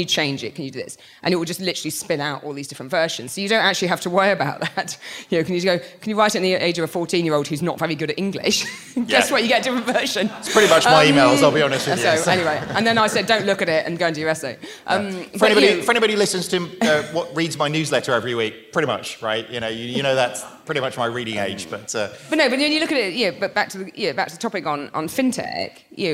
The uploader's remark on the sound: Live on stage at our recent After Dark: London Calling event, in association with GPS.